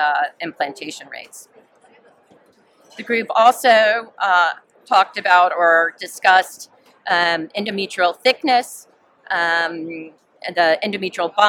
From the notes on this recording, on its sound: This Journal Club Global, recorded on June 27, 2023 at the ESHRE conference.